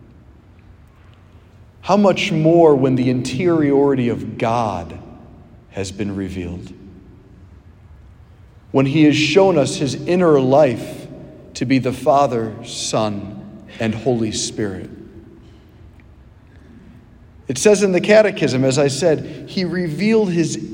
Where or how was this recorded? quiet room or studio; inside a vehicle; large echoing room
large echoing room